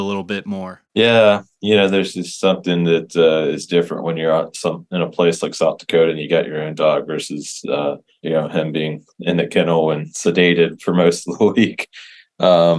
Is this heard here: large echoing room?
no